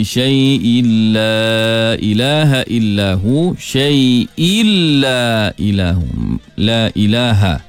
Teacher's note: Kemasukan tanwin ke dalam lam adalah kamil, yakni sempurna, sehingga tanwin itu hilang secara total. · Term: idgham kamil